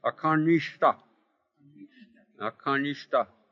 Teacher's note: Hear that like retroflex? S and T.